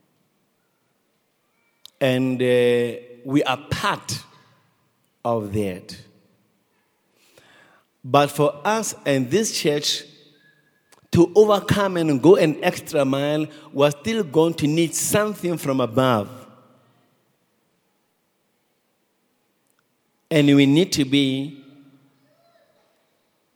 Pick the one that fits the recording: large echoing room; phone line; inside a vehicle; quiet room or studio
large echoing room